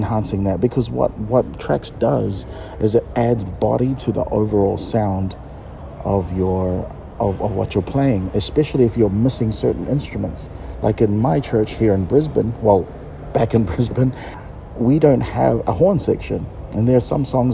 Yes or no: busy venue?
yes